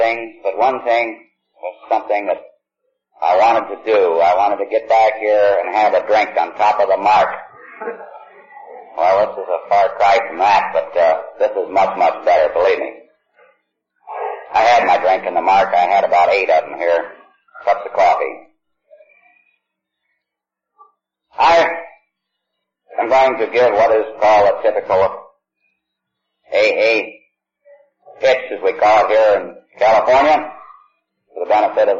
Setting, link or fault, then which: fault, poor sound quality